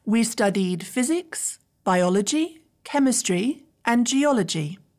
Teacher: The first three words in my list, physics, biology, chemistry, are all rising intonation. And the last word in the sentence, geology, is falling intonation.